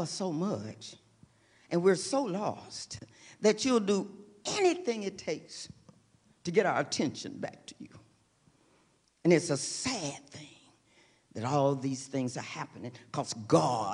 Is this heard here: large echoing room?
yes